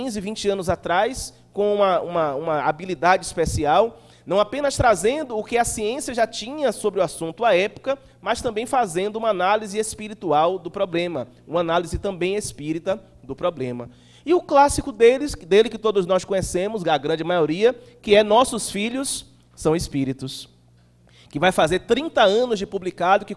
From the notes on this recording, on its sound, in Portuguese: palestra transmitida ao vivo pela RAETV em 18/07/2018 no Centro Espírita Irmã Angélica em Araçatuba-SP